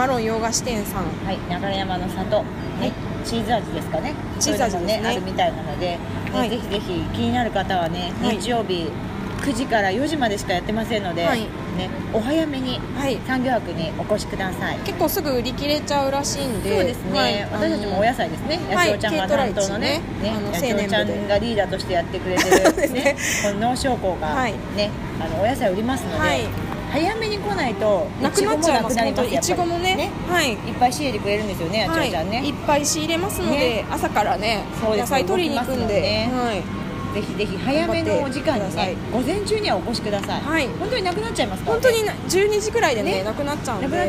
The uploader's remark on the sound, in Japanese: 外出先(流山のイトーヨーカドーのフードコート)で藤屋さんのお団子を食べながら収録しました